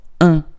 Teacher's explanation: So it's basically I, but with a vibration in the nose.